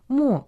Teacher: Мо означает «пустыня», произносится в четвертом тоне.